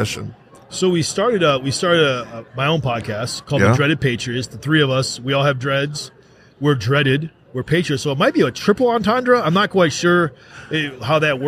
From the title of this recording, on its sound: Live at AmFest